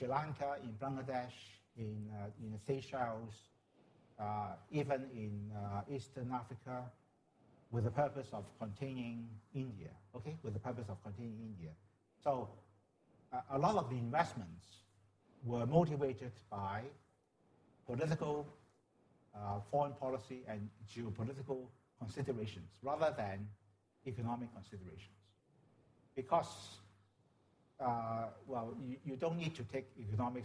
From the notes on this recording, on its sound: This lecture was held as part of Sydney Ideas program on 8 November 2017